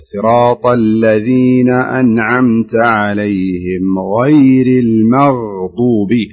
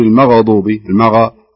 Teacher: امسكي الغين كويس لا تصير فيها قلقلة · Shown in: first take